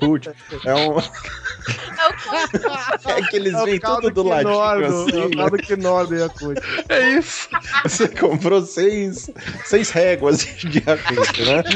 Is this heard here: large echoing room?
no